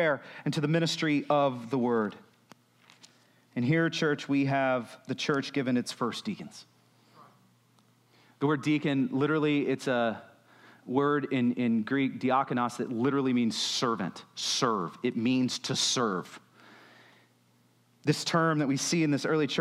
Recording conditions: large echoing room